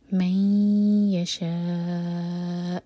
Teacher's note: ناک میں آواز لے جائیں گے اور دو سیکنڈس کا ٹائم دیں گے. من یشاء، شاء چار حرکا کھینچیں گے اور حمزہ پر کٹ آف ساؤنڈ، لیکن جھٹکا نہ ہو. · Term: ادغام غنہ